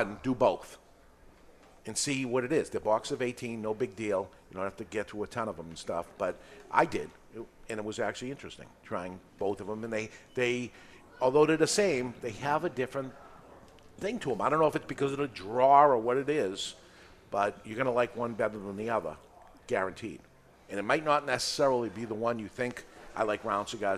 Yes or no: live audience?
yes